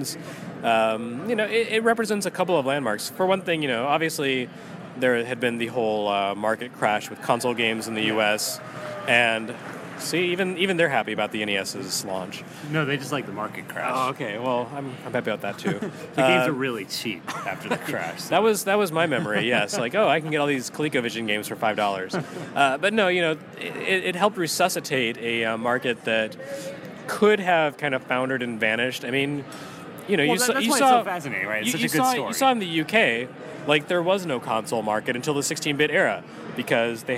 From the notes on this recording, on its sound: Live at Portland Retro Gaming Expo